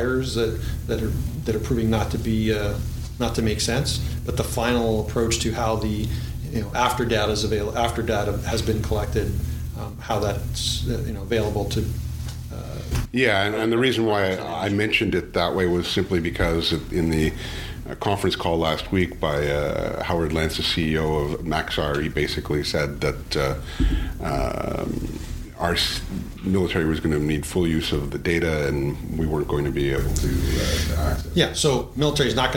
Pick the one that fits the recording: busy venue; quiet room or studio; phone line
busy venue